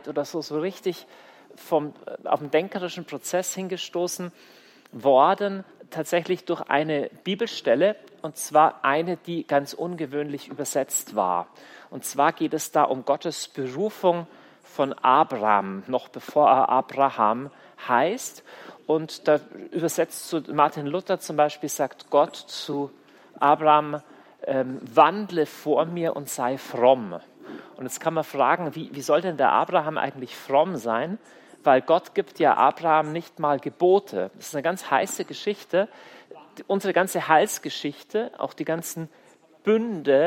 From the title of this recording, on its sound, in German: Kongress Aschaffenburg - Vortrag